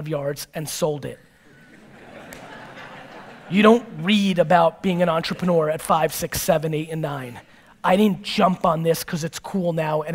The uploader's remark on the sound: This episode is from a keynote I gave in Ontario back in 2017.